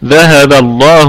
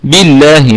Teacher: ذهب الله، هنا نراعي كمان لفظ الجلالة، نراعي لام لفظ الجلالة تكون مفخمة لأن ما قبلها مفتوح · Shown in: first take · طبعا ما قبلها مفتوح أو مضموم تكون مفخمة، وإن كان ما قبلها مكسور تكون مرققة، بالله مثلا.